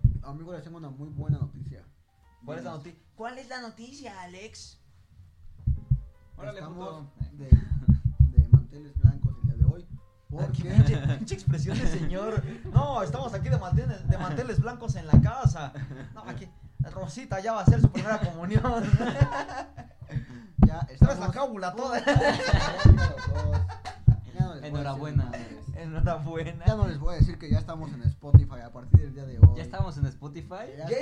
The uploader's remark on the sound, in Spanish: No hemos dejado de notar que nuestro audio sufre unos cuantos errores, estamos trabajando para corregir eso